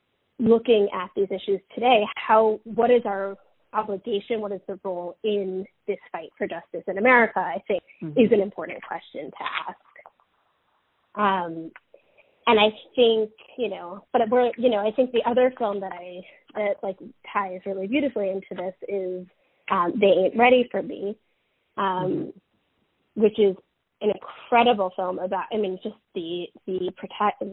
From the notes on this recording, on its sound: chats on the phone